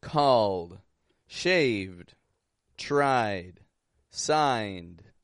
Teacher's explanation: It's a very light D. And oftentimes it'll actually be a stop consonant. Oftentimes we will make a stop D.